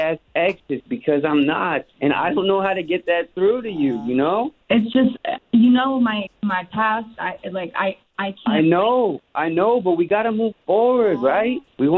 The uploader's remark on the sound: Opened up the phone lines.